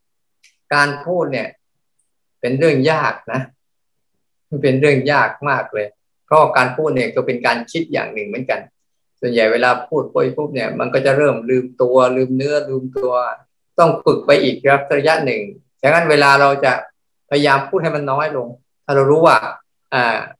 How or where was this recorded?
video call